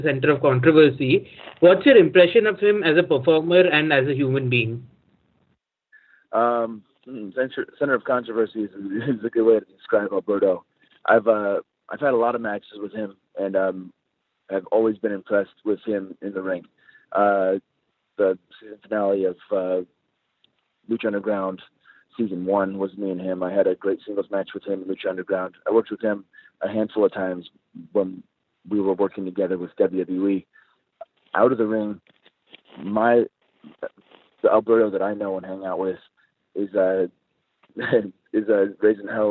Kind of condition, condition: link, phone line